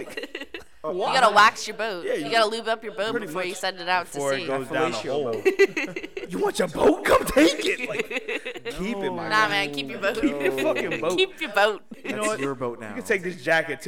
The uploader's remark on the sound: Sorry about the echo in advance